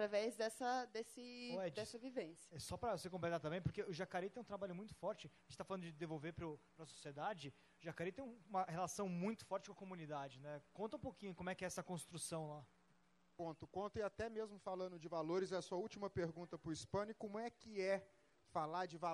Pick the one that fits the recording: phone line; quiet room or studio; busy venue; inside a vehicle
busy venue